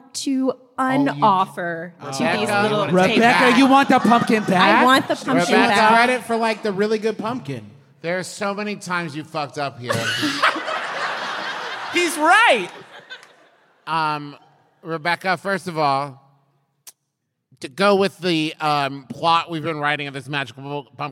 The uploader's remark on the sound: Live from the dreamy Carpenter Theater in Richmond, VA!